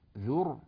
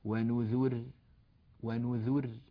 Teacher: وقال بعض العلماء إن هناك يعني قولا آخر في هذه الراء، وهو جواز أن يوقف عليها بترقيق الراء · Shown in: second take